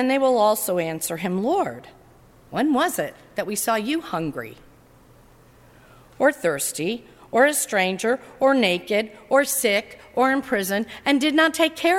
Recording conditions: large echoing room